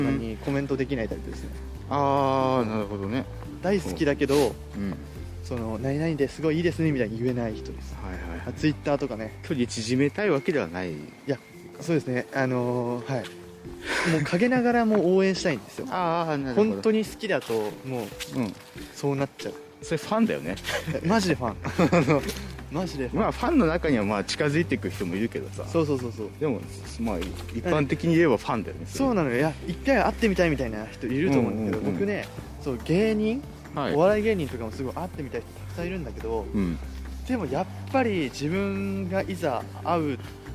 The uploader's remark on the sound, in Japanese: YouTubeと同時配信！カメラテスト兼ジンバルテスト兼ラジオ収録。今回実はカメラで収録をしました。